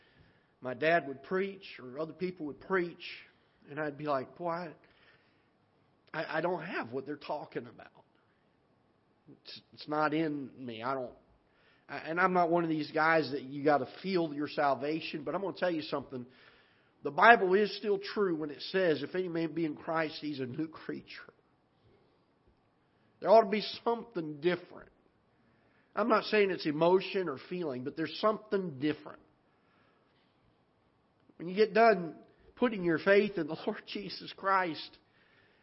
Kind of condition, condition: setting, large echoing room